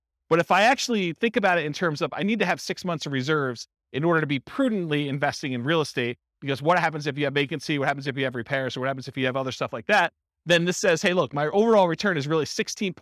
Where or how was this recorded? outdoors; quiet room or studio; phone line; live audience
live audience